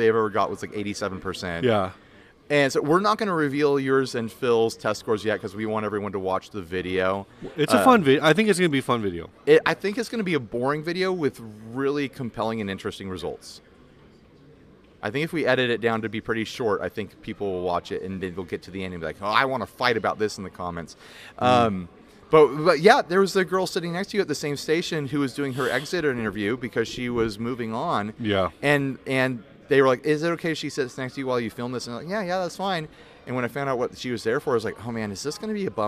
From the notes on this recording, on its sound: Podcasting at Gear Fest. Casually recorded this episode in the lobby area of Sweetwater.